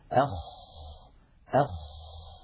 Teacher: من أولى صفاته أنه مهموس، يعني يجري معه النفس، أخ، فلا بد من إجراء هذا الهمس الذي هو جريان النفس.